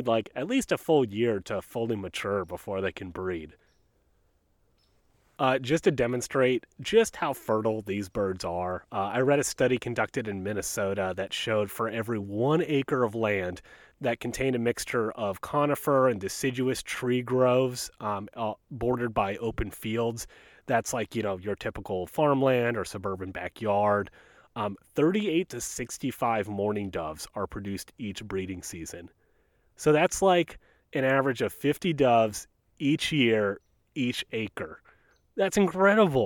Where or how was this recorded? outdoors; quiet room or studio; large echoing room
outdoors